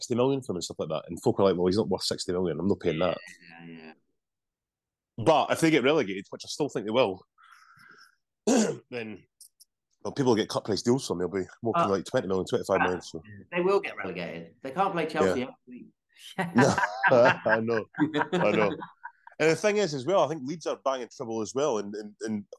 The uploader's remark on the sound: for a quick zoom this week